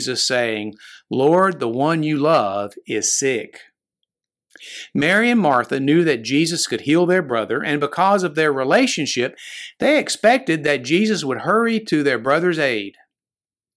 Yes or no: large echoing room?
no